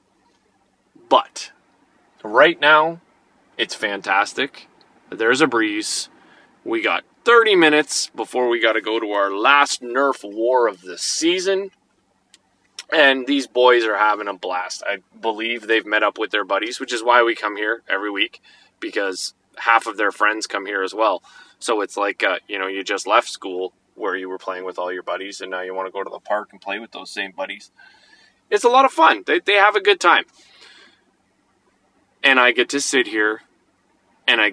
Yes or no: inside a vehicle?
yes